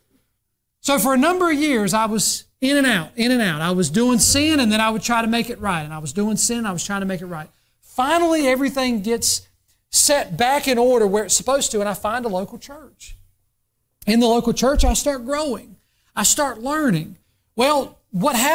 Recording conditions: large echoing room